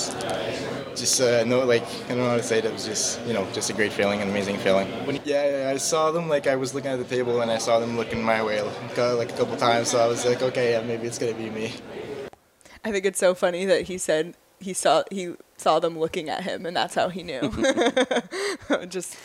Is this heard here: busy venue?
yes